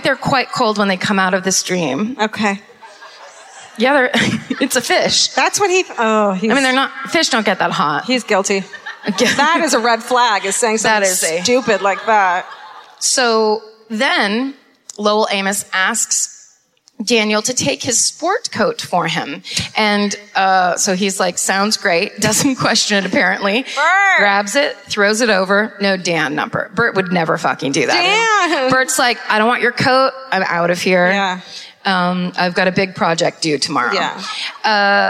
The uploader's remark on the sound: Live at the Fillmore in Detroit, MI (2017)